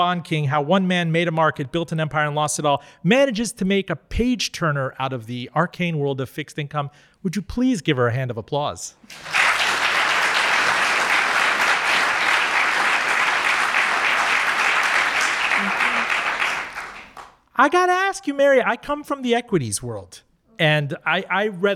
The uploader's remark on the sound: Recorded before a live audience at the University of Richmond's Robins School.